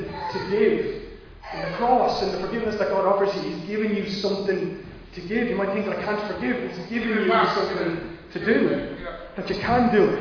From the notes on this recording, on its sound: Recorded live in Liberty Church on 23 January 2022